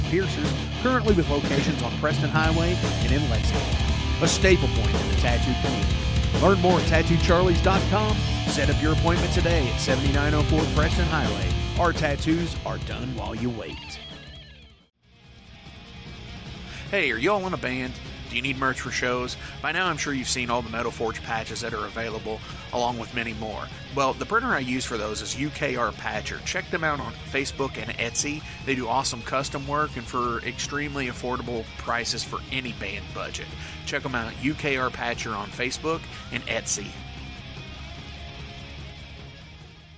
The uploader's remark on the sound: coming LIVE from Mike Taylor's Sound Cellar